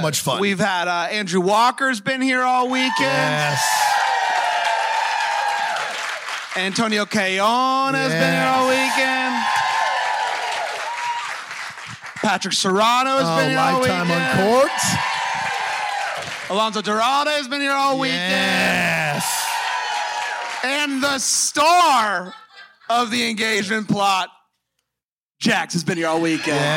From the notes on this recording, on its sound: LIVE from Bramble Fest. In front of a live audience at Bramble Fest 2022.